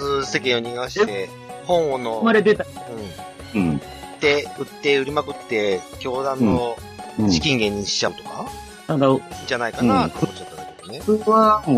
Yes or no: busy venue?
no